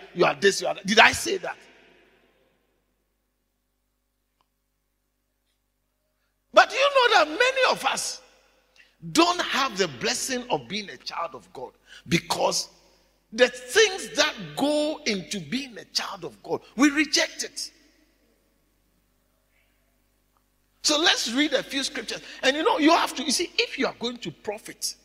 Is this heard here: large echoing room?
yes